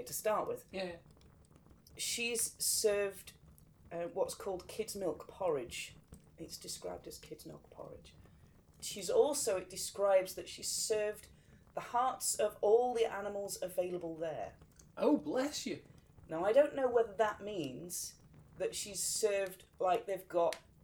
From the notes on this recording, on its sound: Background fire ambience